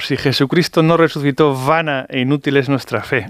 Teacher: en algunas palabras dice V, la V con fricativa, casi como una F